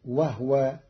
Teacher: قرأ قالون كلمة وهو بإسكان الهاء فتصير وهو، والضم والإسكان في لغة العرب.